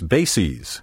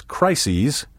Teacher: the second syllable of the plural form is pronounced ees